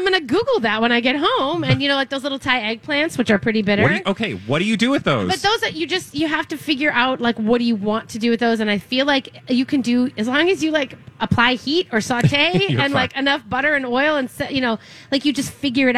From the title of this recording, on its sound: LIVE at the Fair